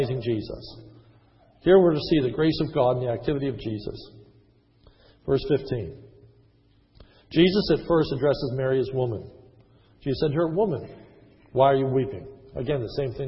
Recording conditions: large echoing room